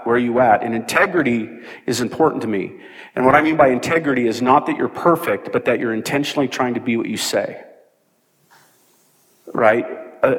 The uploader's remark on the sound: This audio was from Relational Discipleship Network 's first track session from last year's Forum. This audio was from Relational Discipleship Network 's first track session from last year's Forum.